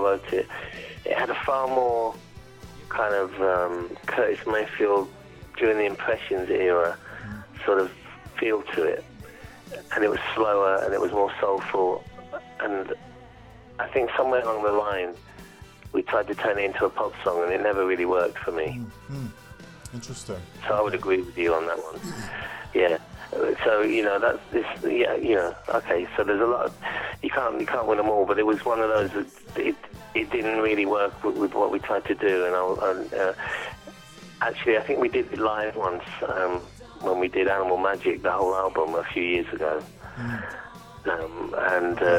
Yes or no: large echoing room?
no